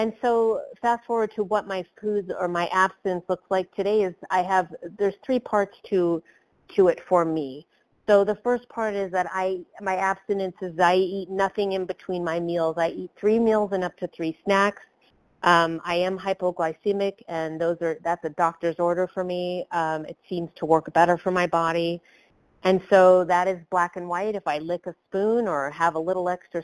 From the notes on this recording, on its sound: 100 Pounders Phone Meeting